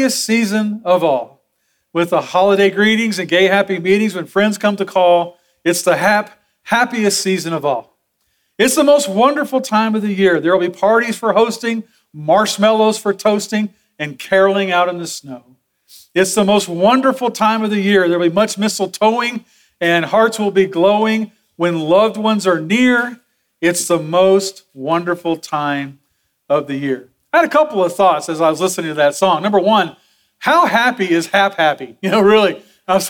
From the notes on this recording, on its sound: Sermon audio from Sunday, December 3, 2023.